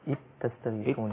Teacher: إذ تستغيثون قرأها هكذا بالإدغام. فأدغمت الذال في التاء فألغيت التاء وأصبحت إذ تستغيثون هكذا.